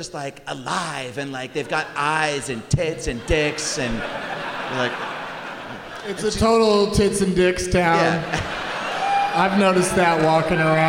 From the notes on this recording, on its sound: Live from the Neptune Theatre in Seattle